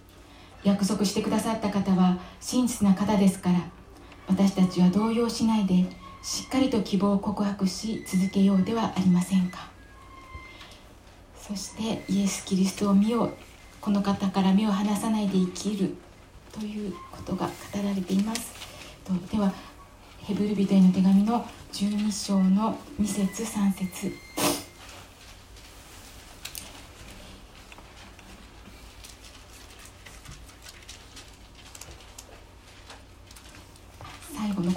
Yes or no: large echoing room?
yes